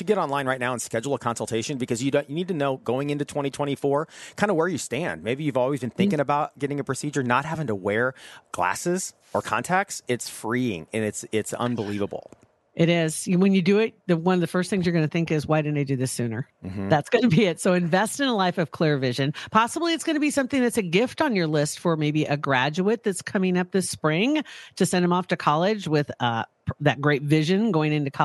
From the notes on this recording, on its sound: LIVE podcast recording at Hurrdat Sports Bar